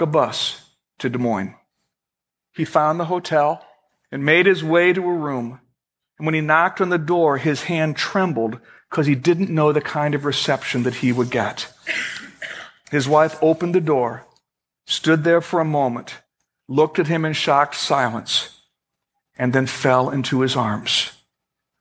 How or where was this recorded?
large echoing room